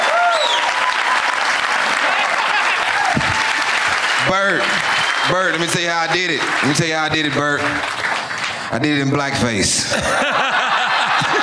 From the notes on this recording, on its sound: Live from Zanies Comedy Club in Nashville